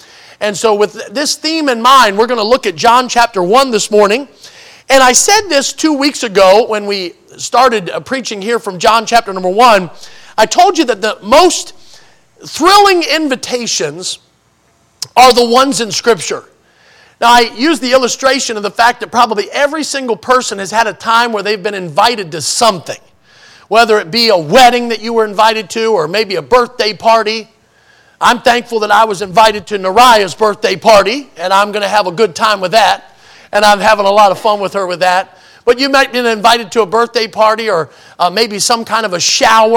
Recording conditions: large echoing room